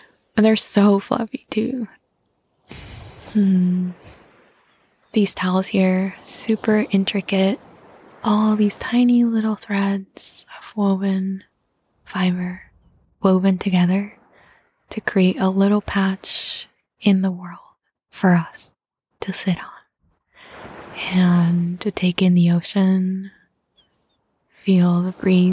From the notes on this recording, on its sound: It's the best surprise—the sound of waves, seagrass swaying in the breeze, and seagulls dancing in the sky.